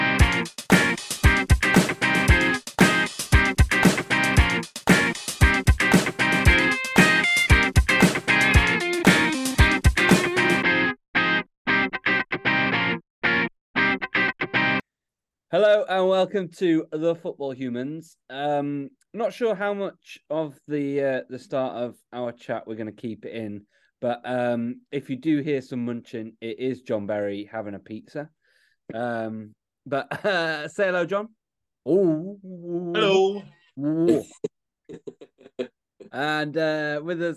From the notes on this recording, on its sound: jumping back on Zoom